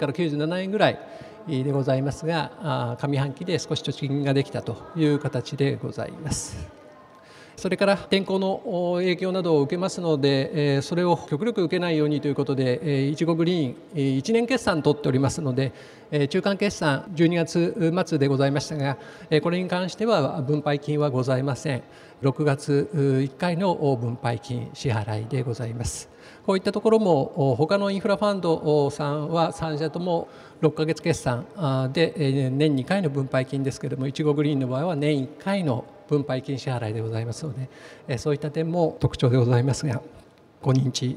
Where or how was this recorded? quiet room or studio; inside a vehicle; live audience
live audience